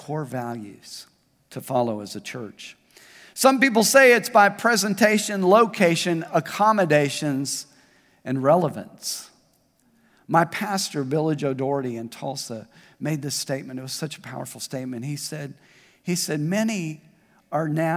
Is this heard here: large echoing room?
yes